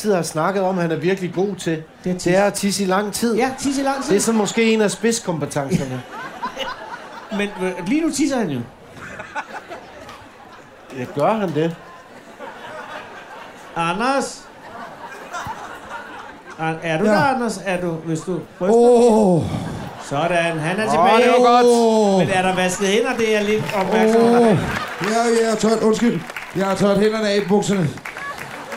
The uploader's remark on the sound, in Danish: Ugens afsnit er optaget under Folkemødet 2018 på Gæstgivergården i Allinge. Foran en fuldstændig pakket gårdhave evalueres der på Folkemødet.